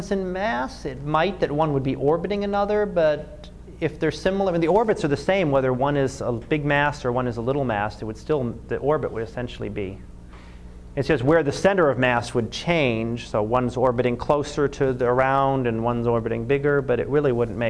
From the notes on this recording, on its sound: Live Class Lecture.